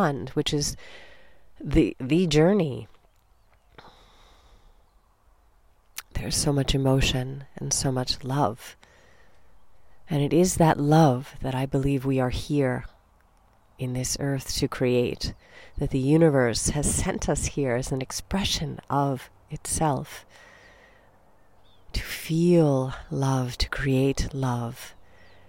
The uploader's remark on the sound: Recorded 'mom style' (no frills, just me, a mic and the Hawaiian rainforest).